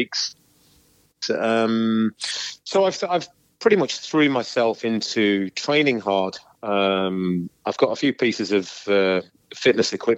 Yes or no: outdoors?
no